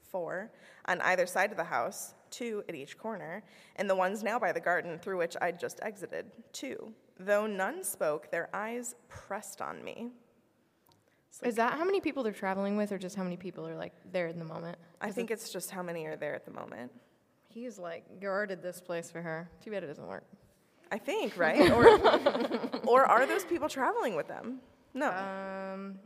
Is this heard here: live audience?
yes